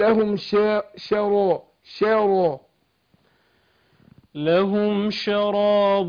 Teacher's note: انا هرقق الشين وفخم الراء